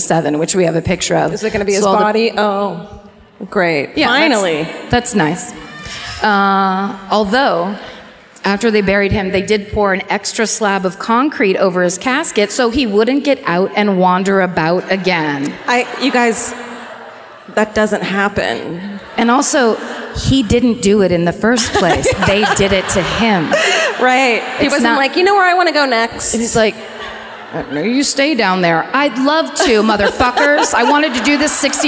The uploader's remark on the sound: Live at the Microsoft Theater in Los Angeles